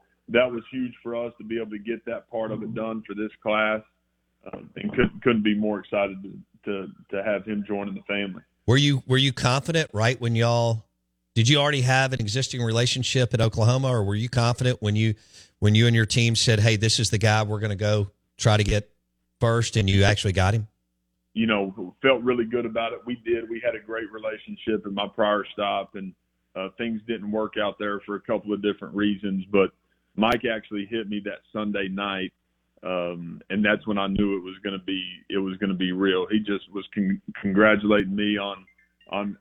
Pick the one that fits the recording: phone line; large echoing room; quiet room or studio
phone line